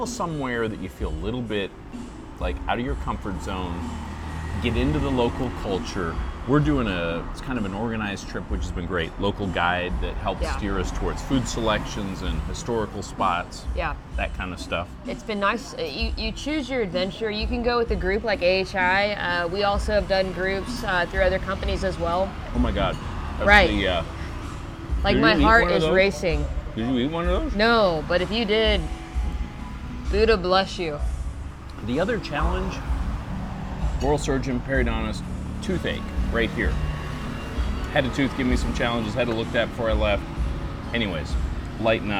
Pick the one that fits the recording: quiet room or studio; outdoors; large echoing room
outdoors